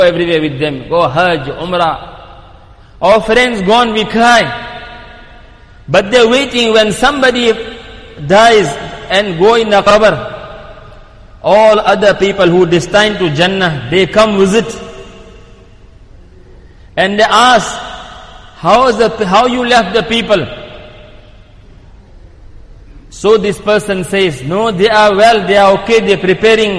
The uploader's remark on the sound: Jumuah lecture at Masjid e Quwwatul Islam